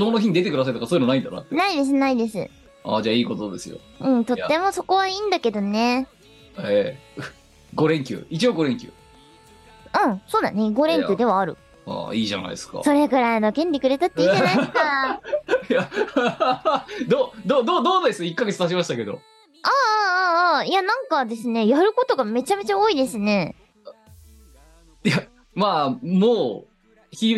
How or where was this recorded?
video call